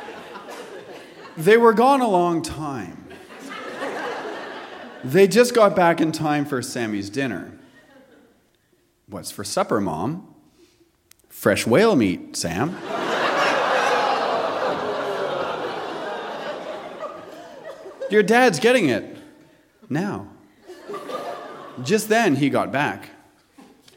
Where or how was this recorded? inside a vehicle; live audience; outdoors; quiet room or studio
live audience